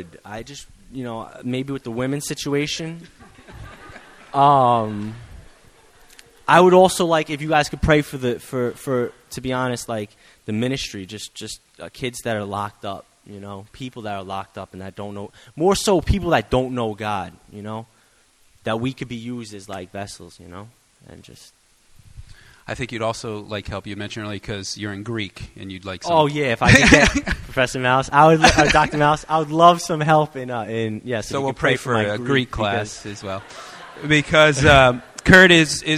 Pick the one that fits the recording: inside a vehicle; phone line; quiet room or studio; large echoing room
large echoing room